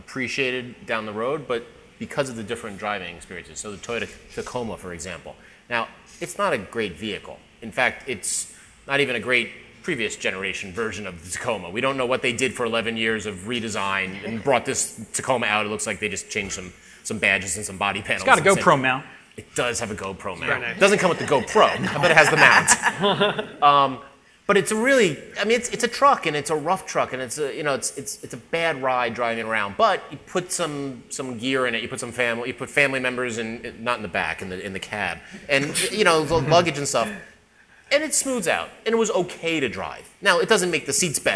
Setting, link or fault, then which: setting, live audience